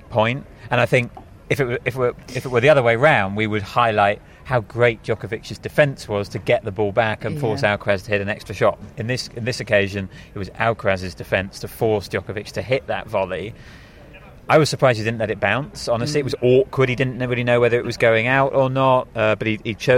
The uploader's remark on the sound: Live from Wimbledon Day 14